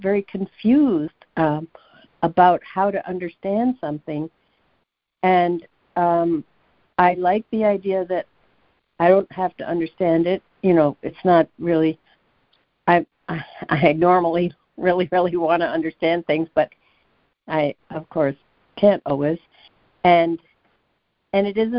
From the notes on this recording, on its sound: A Course in Miracles [ACIM] Students are joining together on a Free Conference Call to study A Course of Love [ACOL], scribed by Mari Perron, First Receiver.